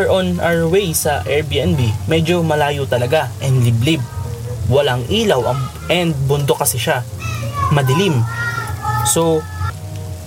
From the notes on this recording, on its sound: Relaxing rain sound in the background too!